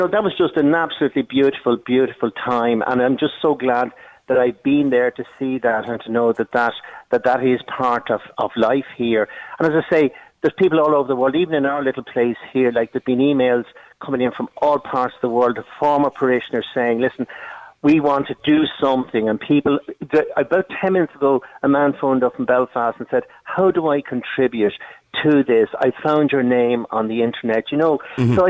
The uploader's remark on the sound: was joined on the line